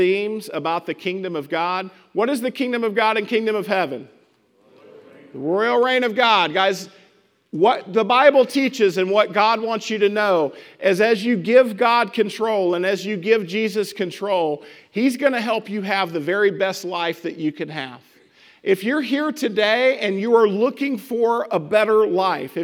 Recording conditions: large echoing room